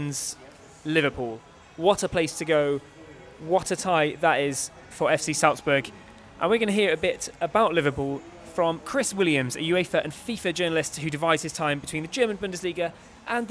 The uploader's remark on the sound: Live from a sports bar on the Ringstrasse in Vienna